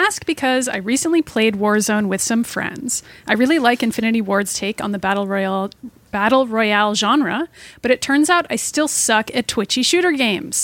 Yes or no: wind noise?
no